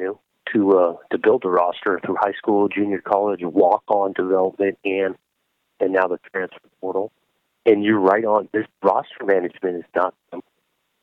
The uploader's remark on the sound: got on the phone with Oregon State Head Coach